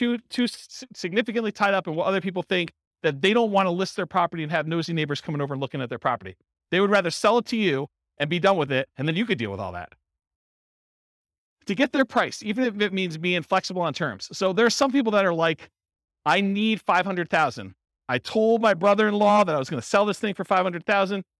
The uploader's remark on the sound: This was a live class recorded